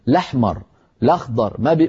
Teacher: يحذفون الهمزة من أولها لأن هذا أسهل يعني كقراءة الاسم، كقراءة الاسم.